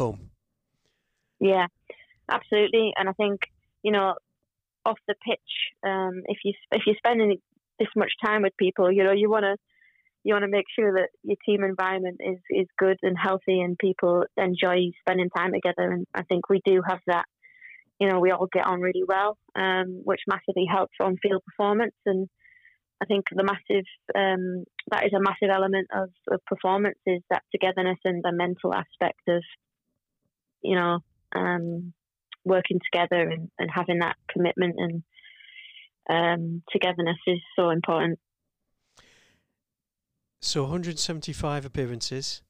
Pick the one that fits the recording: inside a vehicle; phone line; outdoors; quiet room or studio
phone line